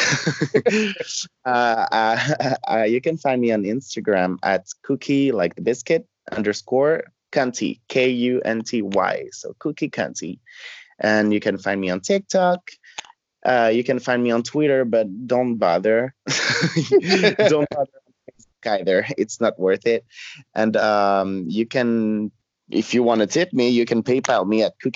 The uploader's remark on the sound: Today we get to Skype with one of my favorite queens in the whole world